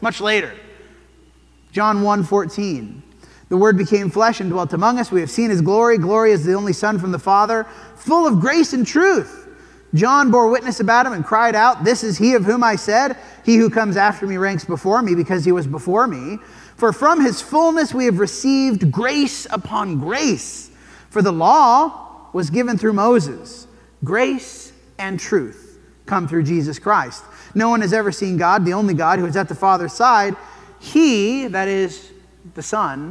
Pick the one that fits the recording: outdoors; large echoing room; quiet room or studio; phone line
large echoing room